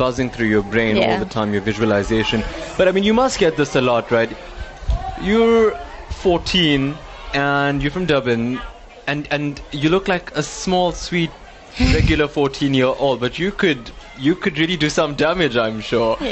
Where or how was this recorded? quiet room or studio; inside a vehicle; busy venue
busy venue